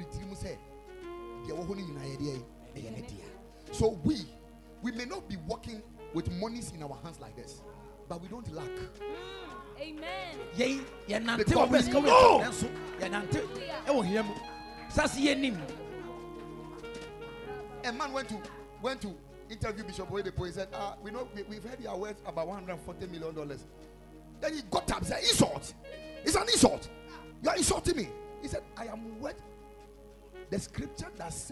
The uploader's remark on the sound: Preached at the Ekklesia Chapel